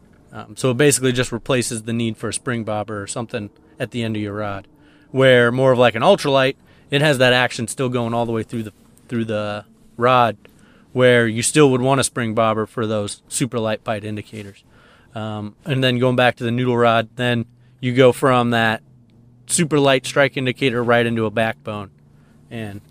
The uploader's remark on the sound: Check in with the guys as they record out on the ice on a small urban pond.